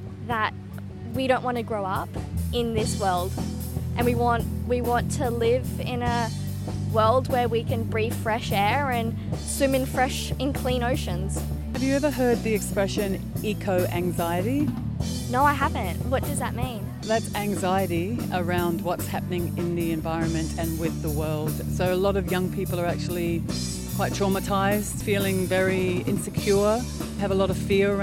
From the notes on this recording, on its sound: Hear live recordings from youth attending the Byron march as well as interviews with Byron highschool event coordinators and fledging new radio recruits!